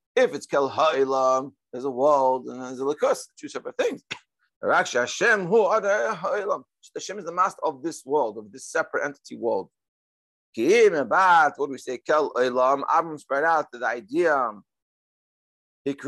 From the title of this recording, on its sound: Daily Zoom Shiur